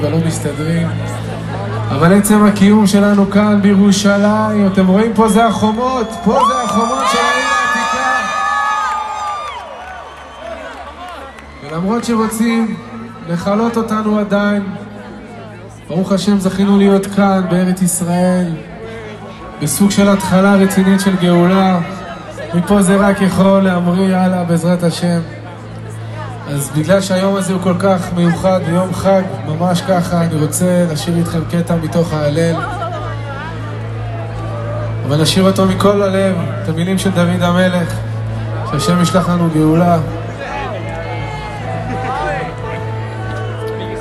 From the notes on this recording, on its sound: Performed live at Sultan’s Pool in Jerusalem for Yom Ha’atzmaut (Israel’s 75th Independence Day) on April 25, 2023. He performed live at Sultan’s Pool in Jerusalem for Yom Ha’atzmaut (Israel’s 75th Independence Day).